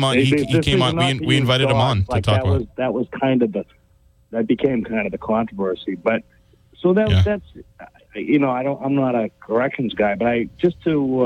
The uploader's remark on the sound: Callers from the audience give their opinion on the standoff at the Bristol County Jail.